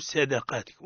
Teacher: الصاد مفخم فخمة والدال مرقة